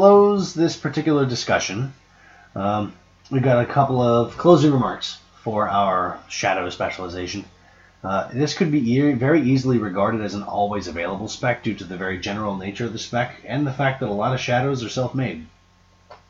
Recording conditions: poor microphone